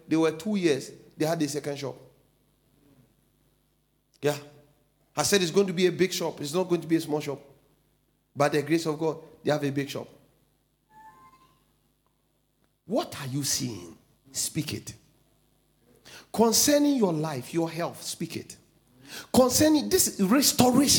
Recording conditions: large echoing room